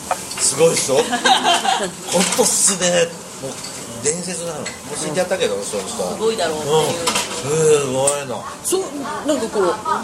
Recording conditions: busy venue